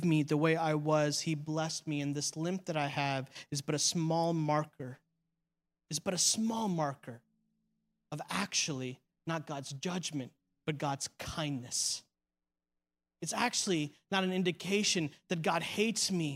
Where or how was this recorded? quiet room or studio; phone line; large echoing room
large echoing room